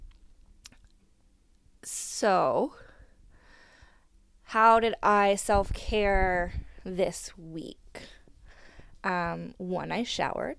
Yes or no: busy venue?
no